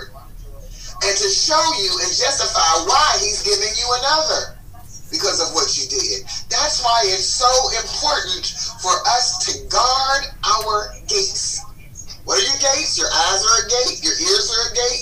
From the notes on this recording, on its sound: Forgive the crazy background noise. I couldn't delete it without destroying the audio.